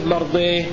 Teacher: كلمة مرضات حيثما جاءت في القرآن يقف عليها الكسائي مرضيه، لأنه يميل كلمة مرضات